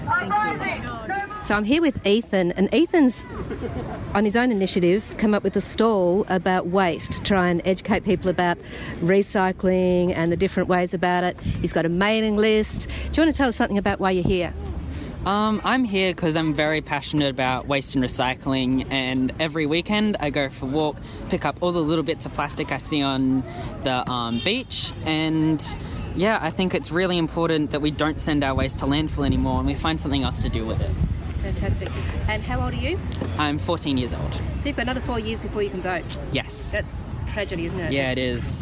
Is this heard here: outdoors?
yes